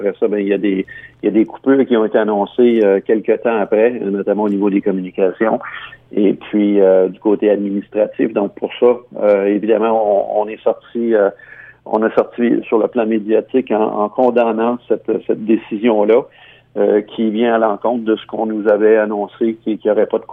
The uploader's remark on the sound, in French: Rejoint au téléphone